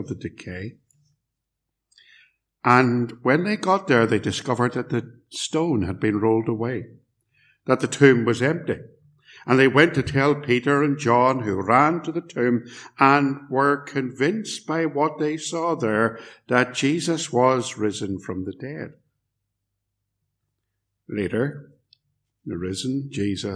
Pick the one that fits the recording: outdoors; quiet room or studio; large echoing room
large echoing room